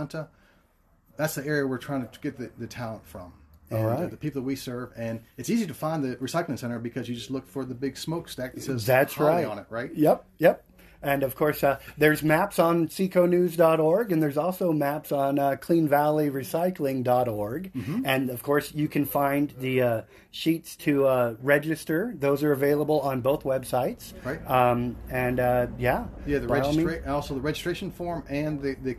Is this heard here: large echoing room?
no